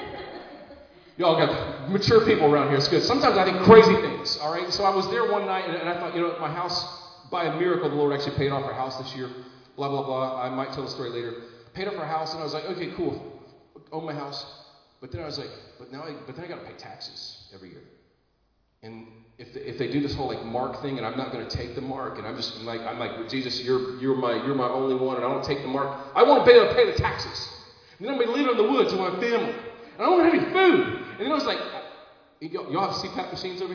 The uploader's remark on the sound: Recorded live in Liberty Church on 14 August 2022